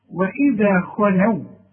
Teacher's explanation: شوف بقى الخاء المفخمة وبعدها لام مرققة